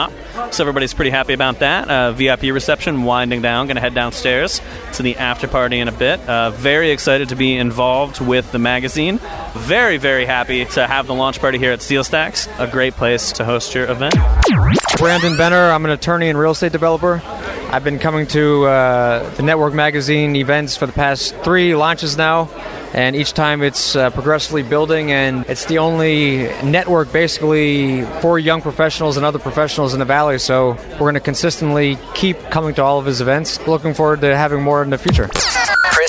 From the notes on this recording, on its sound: LIVE from the Launch Party of Issue No 3